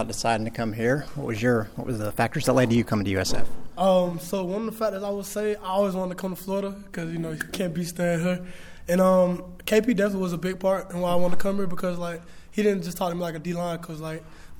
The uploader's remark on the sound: Note this is raw audio with several other members of the media